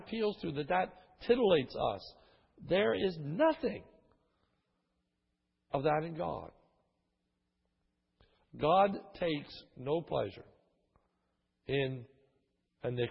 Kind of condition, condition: setting, large echoing room